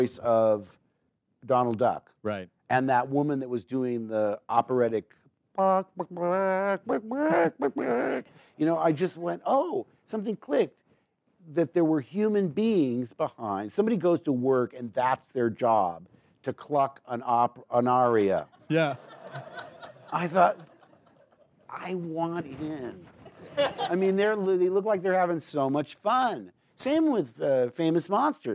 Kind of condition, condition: setting, live audience